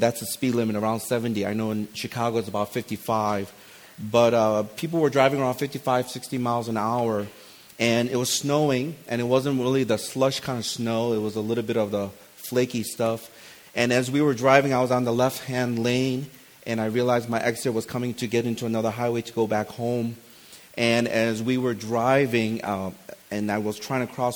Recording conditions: live audience